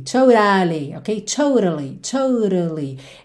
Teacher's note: É só para você ter um sonzinho de vogal para preencher a ligação entre o T e o L.